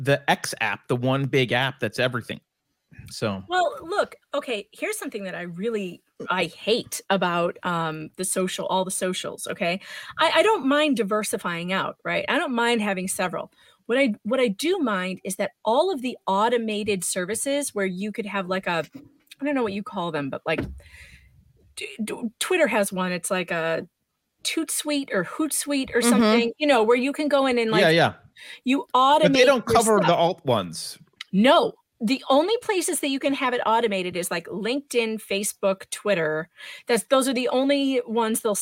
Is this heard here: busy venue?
no